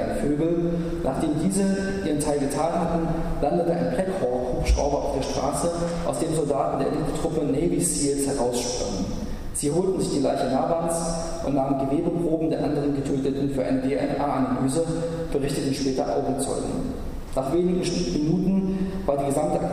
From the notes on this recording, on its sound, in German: In einem Vortrag in der Uni Freiburg